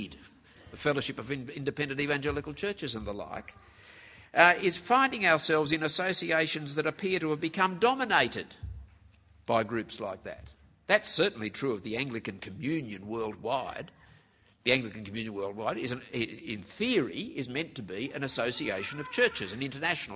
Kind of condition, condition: setting, live audience